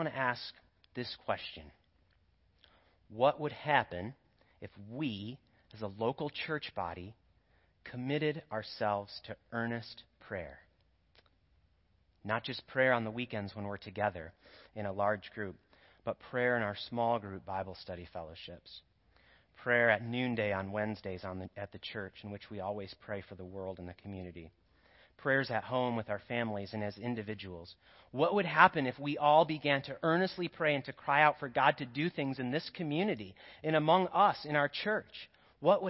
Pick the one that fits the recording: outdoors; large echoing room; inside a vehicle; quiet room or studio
large echoing room